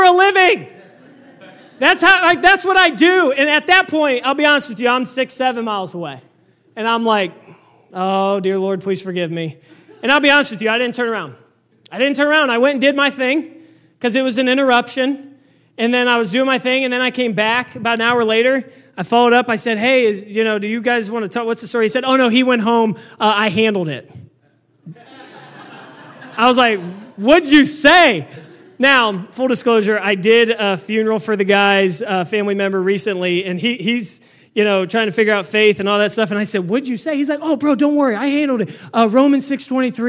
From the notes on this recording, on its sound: This message was preached on September 10, 2023 at FIVE39 Church.